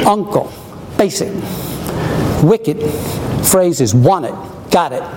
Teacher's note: And right away you hear the difference. It's a strong syllable, short, followed by a weaker syllable that's long. · Term: Lombard rhythm